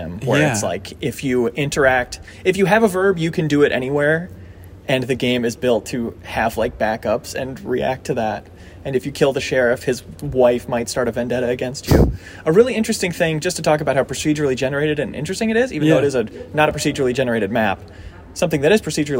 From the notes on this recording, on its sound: We're recording from the show floor at GDC 2022.